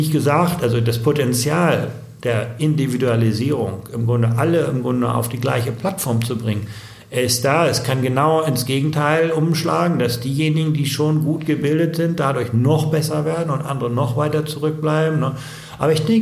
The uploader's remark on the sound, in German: auf dessen Konferenz wir das Interview aufgezeichnet haben